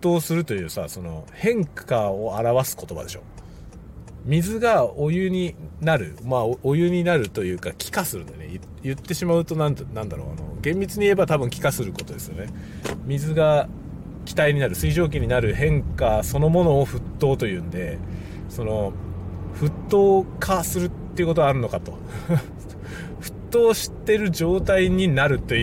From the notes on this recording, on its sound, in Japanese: 朝からドライブ雑談。車を運転しながらいろいろ話しています。使用マイク：ZOOM M3 MicTrak ポスト処理：CUBASE Elements 13。